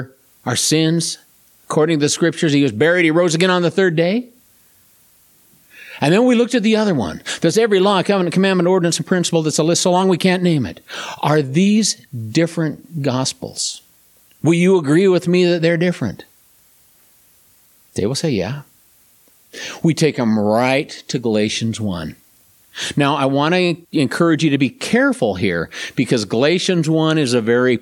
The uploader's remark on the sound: This presentation was delivered at River of Life Church, Tremonton, Utah